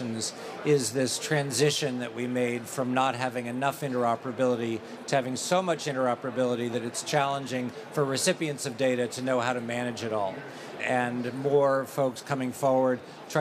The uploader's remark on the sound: Live at HIMSS 2023.